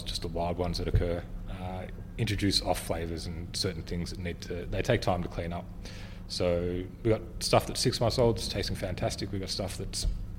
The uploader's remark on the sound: The episode was recorded at The Mallow Hotel in Skipton Street, Ballarat